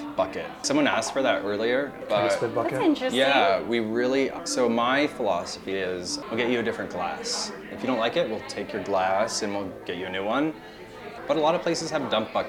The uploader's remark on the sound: This week we report live from the Foodie 500 mixer